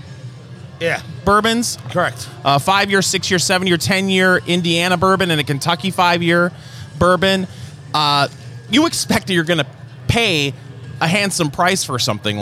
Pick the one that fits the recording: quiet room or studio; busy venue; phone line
busy venue